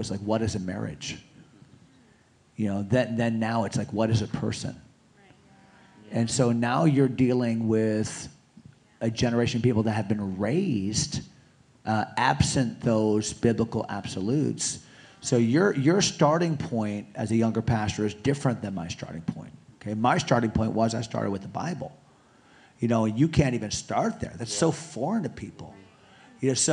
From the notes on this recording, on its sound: Panel Discussion at Rock Hill Conference.